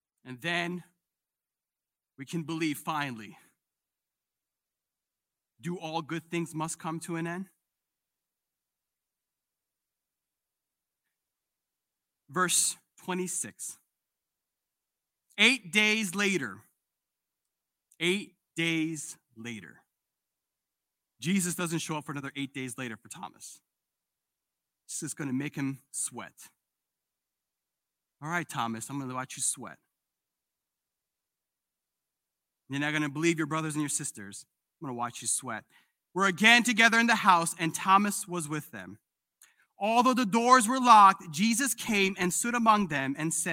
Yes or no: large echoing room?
yes